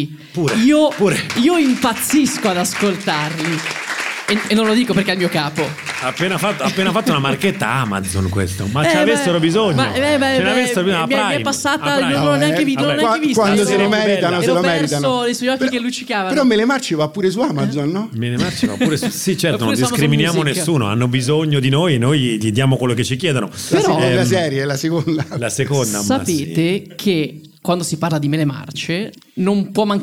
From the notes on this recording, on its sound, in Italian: Un episodio speciale live, organizzato da Yellowsquare Milano